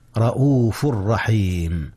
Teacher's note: ولكن الإدغام هنا ليس بغنة، إذ الراء ليست من أحرف الغنة.